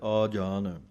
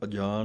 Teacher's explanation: आजान, ऐड़े दे कन्ने दी आवाज दे के बोलना है, इनू अजान नहीं कह देना · Shown in: first take